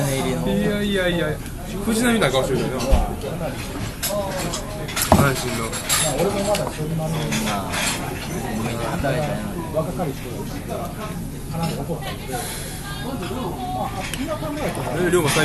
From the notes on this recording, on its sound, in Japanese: 引き続き焼き鳥屋での収録。音量バランスが崩壊しており。